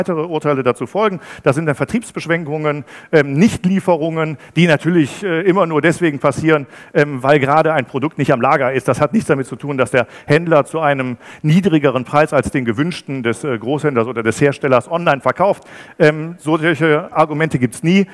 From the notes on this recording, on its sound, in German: Ist spontan beim Digital Commerce Day für einen anderen Speaker eingesprungen und hat einen denkwürdigen Vortrag zum Ende des Großhandels gehalten.